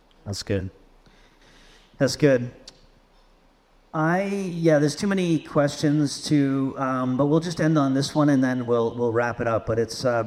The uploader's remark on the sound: Share a discussion with live Q&A in a special edition of onramp. This podcast was recorded live at Northside Foursquare Church.